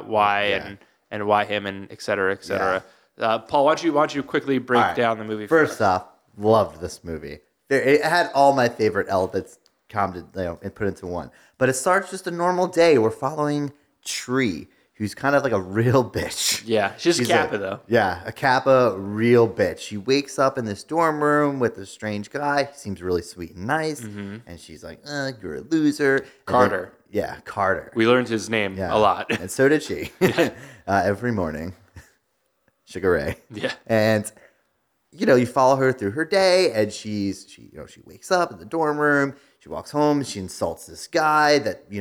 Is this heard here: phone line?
no